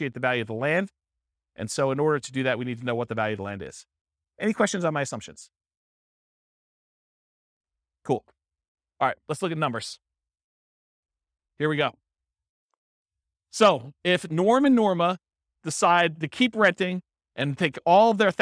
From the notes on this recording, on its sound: This was a live class recorded